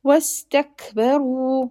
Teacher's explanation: seen has a safir whistling sound so make sure you do it do not raise the back of the tongue otherwise it will become sod واستكبروا را is a heavy letter and 2 haraka long it will be extended because of the presence of Waumad.